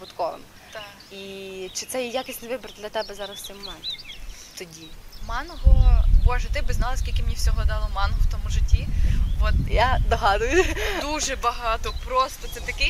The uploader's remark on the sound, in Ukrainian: Тільки уявіть собі, червень, 5 ранку і група людей неподалік Дальнього пляжу у Тернополі записує подкаст на тему “Якість життя”. Одразу вибачаємось за те, що в нашому випуску трохи не якісний звук.